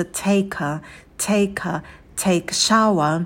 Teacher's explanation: Take и артикль «э» мы произносим вместе, получается take a, take a, take a shower.